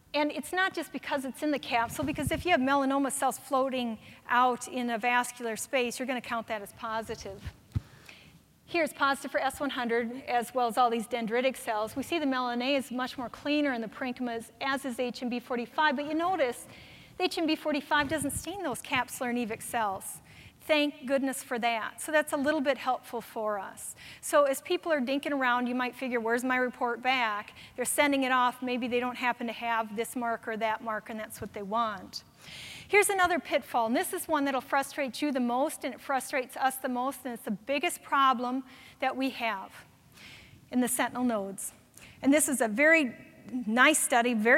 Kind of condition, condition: setting, live audience